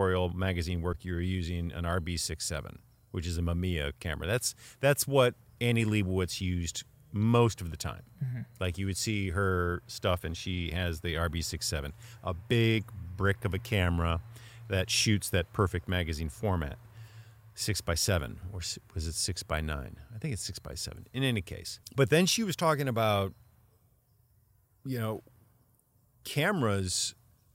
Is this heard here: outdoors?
yes